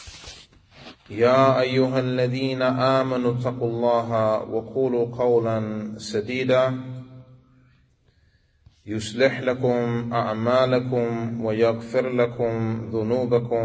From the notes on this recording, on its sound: Lecture given at Masjid Nur Allah, Queens, NY